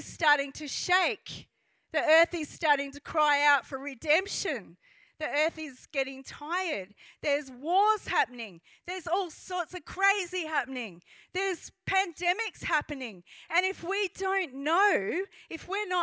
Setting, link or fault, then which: setting, large echoing room